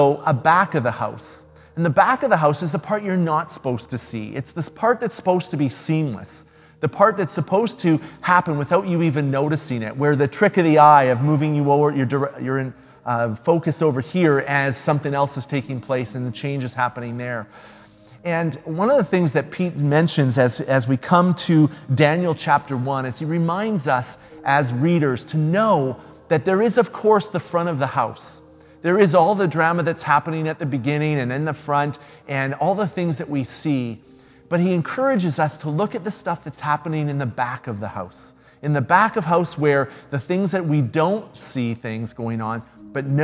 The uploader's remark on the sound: speaks at SouthRidge Fellowship, a Langley church